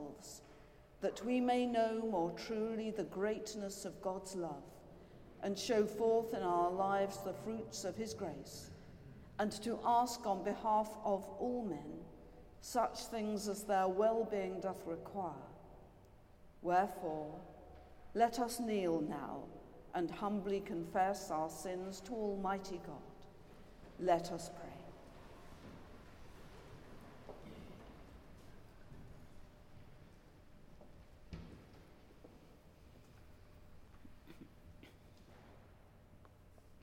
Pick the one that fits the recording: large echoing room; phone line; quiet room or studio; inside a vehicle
large echoing room